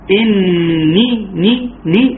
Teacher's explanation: النون هي المكسوره، انما الياء ماديه تمد مقدار حركتين